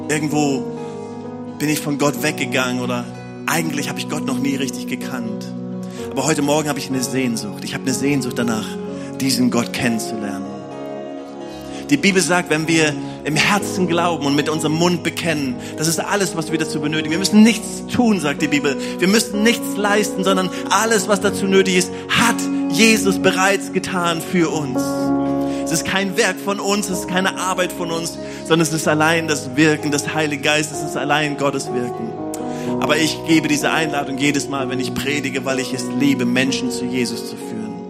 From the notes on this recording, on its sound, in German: Predigten aus der Missio Kirche. Gemeinde für Bad Kreuznach und Region.